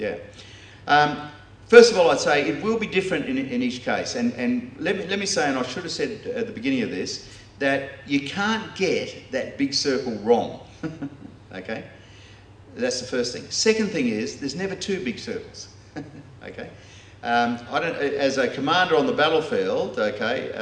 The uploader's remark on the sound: delivered this talk as part of the first In The Chute conference held by The Geneva Push